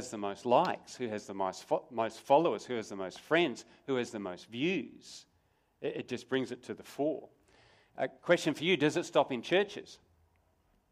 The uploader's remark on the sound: Sermon recorded live from Morley Baptist Church